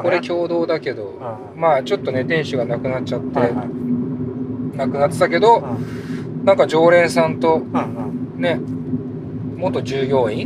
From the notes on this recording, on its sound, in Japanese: 今回は彼とラーメンを食べに行く道中、ドライブでの会話を収録しました。